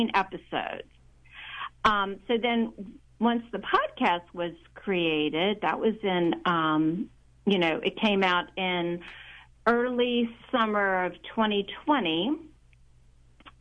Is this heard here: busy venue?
no